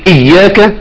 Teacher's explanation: خففت المشدد، الياء المشدده خليتها حرف واحد